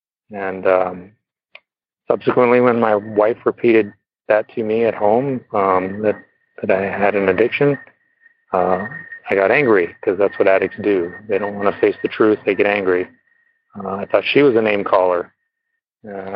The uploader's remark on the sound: Noon Phone Speaker Meeting